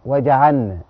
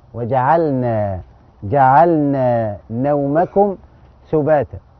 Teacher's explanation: ادغم اللام في النون · Shown in: first take